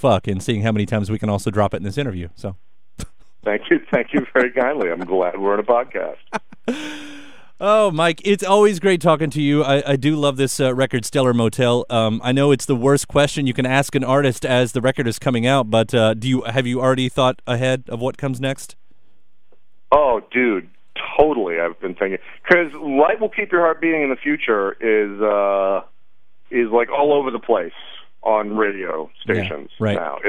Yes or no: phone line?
yes